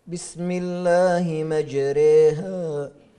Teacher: إذا الألف الممالة هي التي تتردد بين الألف والياء، أو هي تتبع ما قبلها، الفتحة تتردد بين الكسرة والفتحة، 50% كسرة و50% فتحة · Term: الإمالة الكبرى